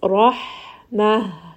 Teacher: So one is warmer from the middle of the throat and the other one is lower from the lower throat.